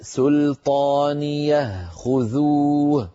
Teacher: هاء سكت تكون ساكنة وصلا ووقفا